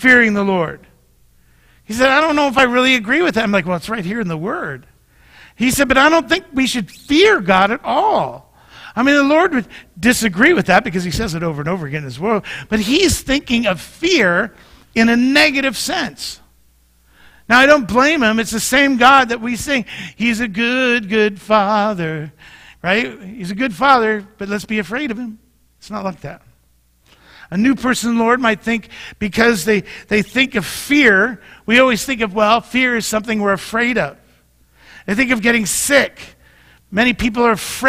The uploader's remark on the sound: Mt. Zion Church Live!